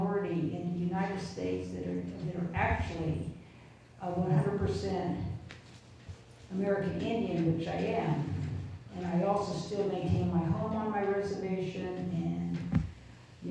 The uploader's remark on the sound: We bring you audio from our Racial Justice NOW event.